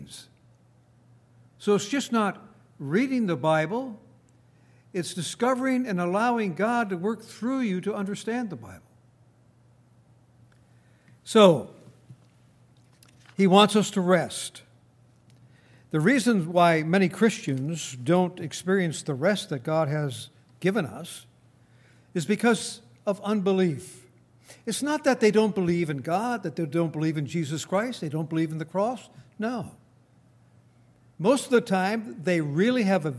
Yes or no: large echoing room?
yes